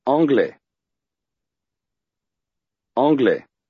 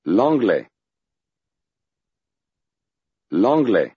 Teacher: Now say the same word, leaving off the L sound at the beginning · Shown in: first take